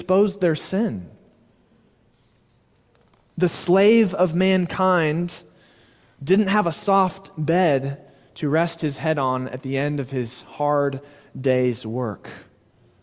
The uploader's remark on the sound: Sermon delivered at Immanuel Baptist Church in Springdale, AR on May 28, 2023.